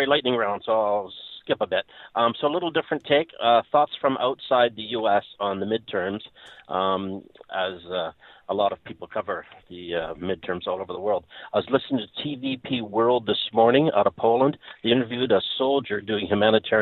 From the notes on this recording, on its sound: Listeners of the program also call in to provide their own thoughts on the current election cycle.